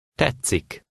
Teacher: the letters T and SZ together. This is another case of consonant assimilation, and this combination also has the sound of a Hungarian double C.